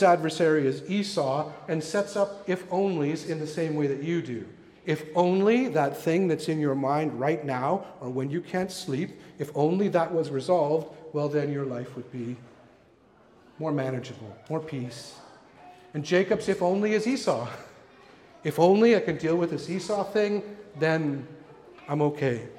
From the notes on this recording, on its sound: recorded at the Pipe Shop venue in North Vancouver